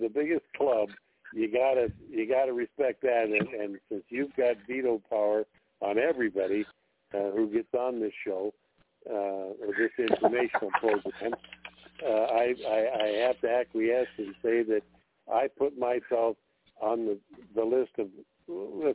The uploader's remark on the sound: TNTSuperfantastic Conference Call